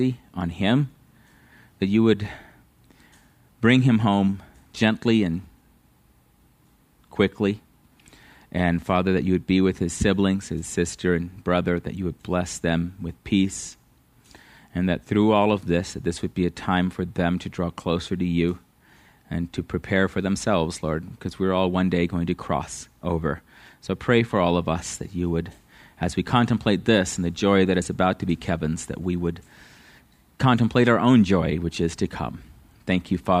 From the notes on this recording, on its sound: At Living Water Fellowship Denver's Sunday morning service on August 21st 2022.